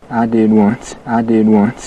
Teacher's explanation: Listen to the vowel in one and once, how it's all the way back in his mouth. · Term: Wyoming accent